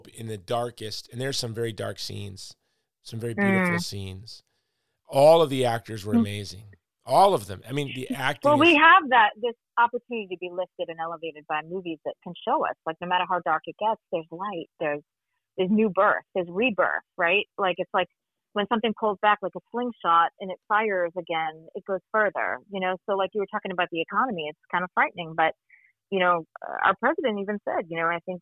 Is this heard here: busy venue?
no